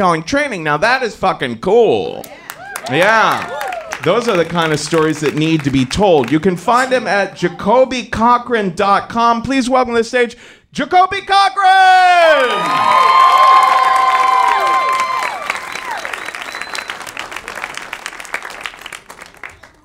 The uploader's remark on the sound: Live From Chicago